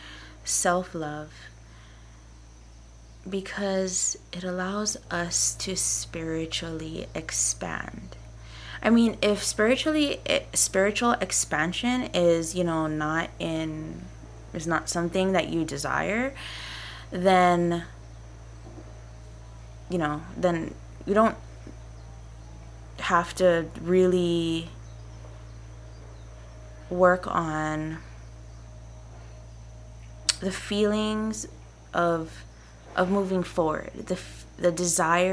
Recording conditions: sounds in the background